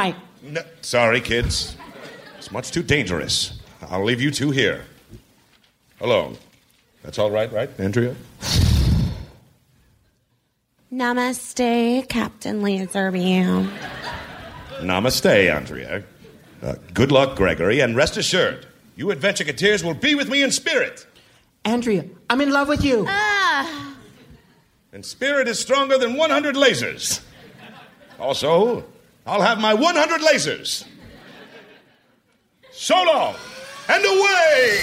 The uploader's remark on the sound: Recorded Live 1/21/2012 at the Marines Memorial Theater, SF SketchFest.